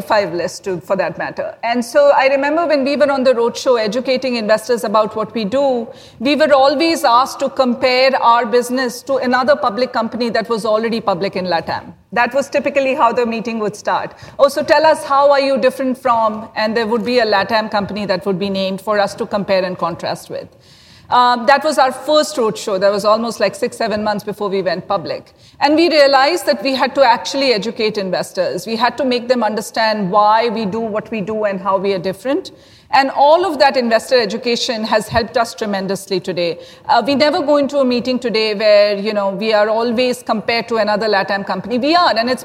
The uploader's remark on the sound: This special episode was recorded at LendIt Fintech LatAm in Miami.